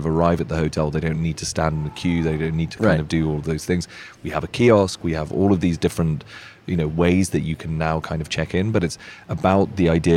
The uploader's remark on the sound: Indie Colorcast Live at The LINE Hotel